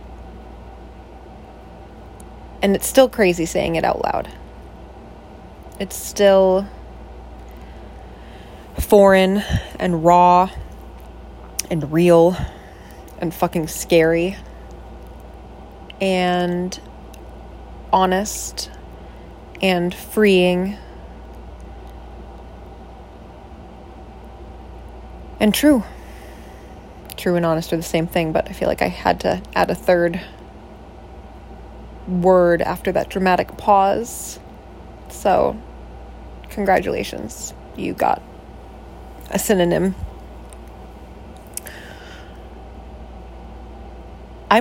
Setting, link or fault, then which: fault, sounds in the background